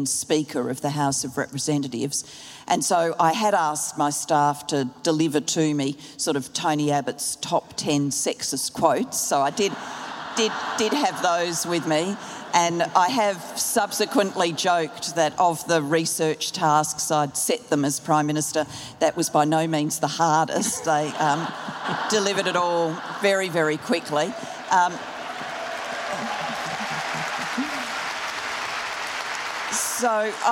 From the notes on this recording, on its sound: Live at the Sydney Writers' Festival. The event was recorded live by the ABC’s Compass program.